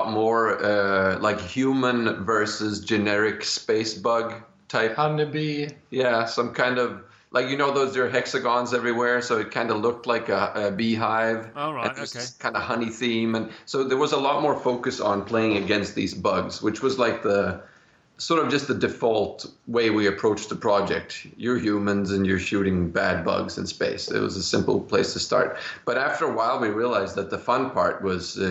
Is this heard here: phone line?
no